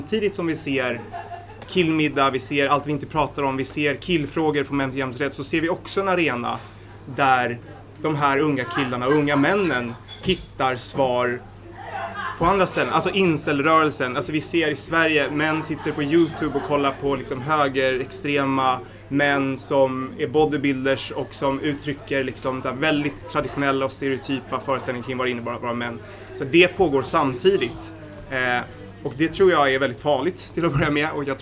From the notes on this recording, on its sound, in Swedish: Inspelningen är från samtalet på Bitter Pills i samband med MR-dagarnas lansering av årets programtidning. Ljudet innehåller bakgrundsbrus.